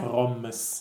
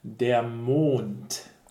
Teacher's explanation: So real open O, as opposed to the real closed Mond.